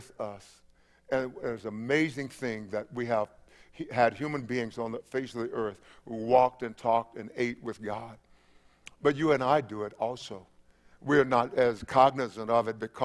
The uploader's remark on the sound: Christmas Eve Service 7:00 p.m. 12/24/20